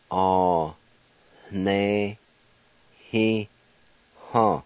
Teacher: And in this word, between the A and the N, the first two sounds, there's a faint H sound